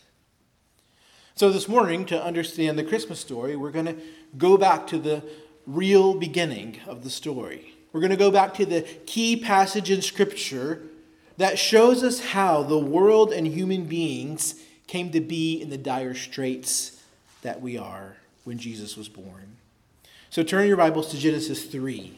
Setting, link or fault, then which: setting, large echoing room